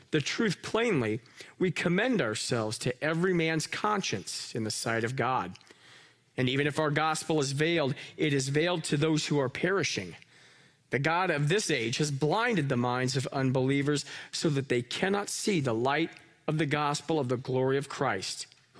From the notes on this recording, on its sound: Live from our Celebration Ministry Center